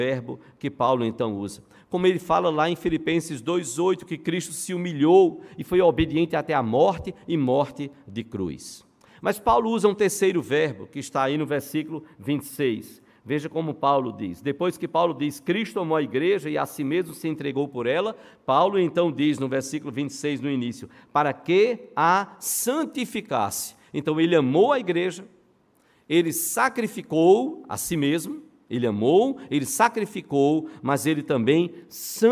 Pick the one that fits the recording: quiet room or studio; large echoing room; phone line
large echoing room